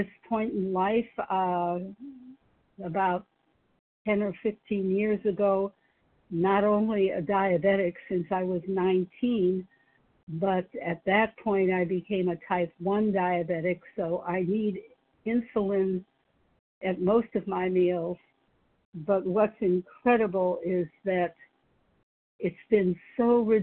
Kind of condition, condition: link, phone line